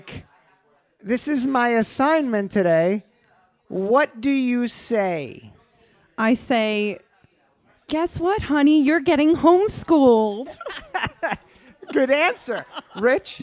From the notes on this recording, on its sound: Recorded LIVE in front of an audience at Staten Island, New York's Castleton Corners Pub. Over drinks and even a few questions from the audience.